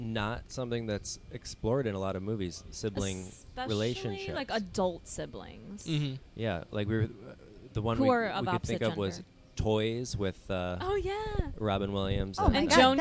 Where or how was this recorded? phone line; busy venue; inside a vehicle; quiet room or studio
busy venue